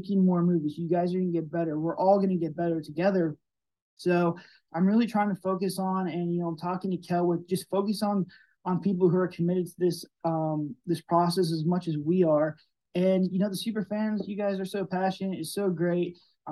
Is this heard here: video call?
yes